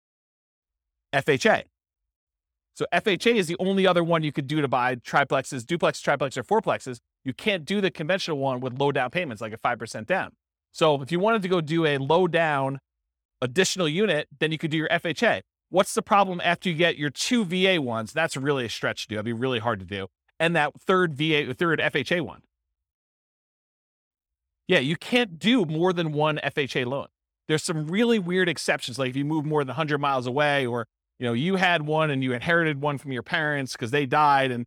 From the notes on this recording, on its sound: This was a live class recorded